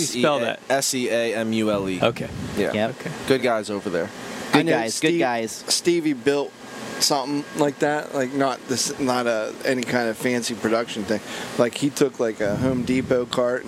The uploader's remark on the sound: We are live at the F and F Bait and Tackle.